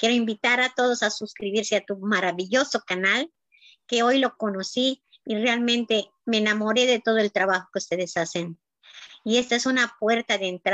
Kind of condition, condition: link, video call